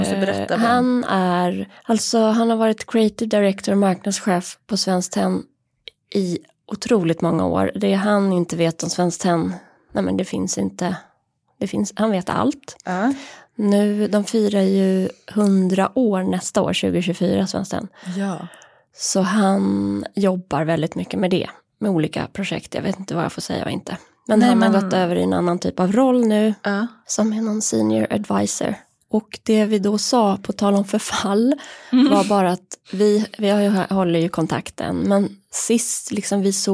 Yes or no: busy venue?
no